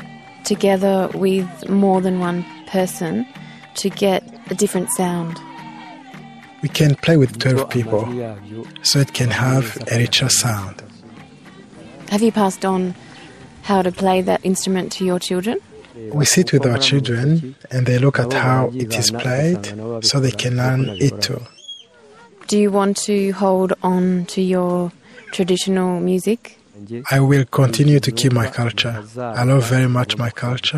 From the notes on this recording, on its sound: Songs from a community of Rwandan Batwa, all recorded live in their village.